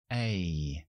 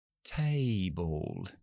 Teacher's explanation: Hacemos la E con la lengua adelantada, como en castellano, y subimos la mandíbula para la I. EI. Como en la palabra table table. · Term: diptongo